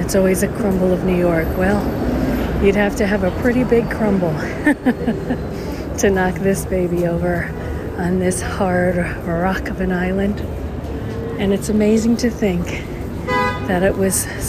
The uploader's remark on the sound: Rockefeller Center & 5th Avenue, NYC, New York, USA. Special Edition On Location Walk and Talk.